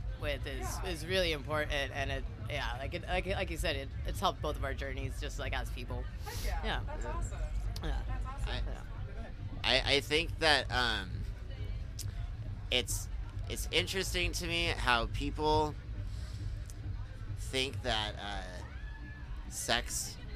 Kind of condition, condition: setting, busy venue